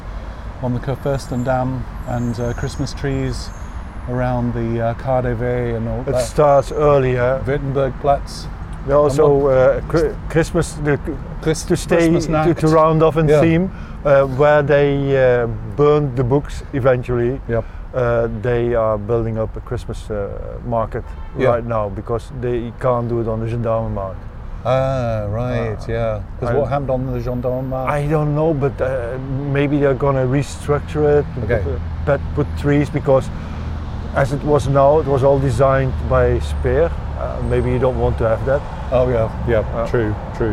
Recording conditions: outdoors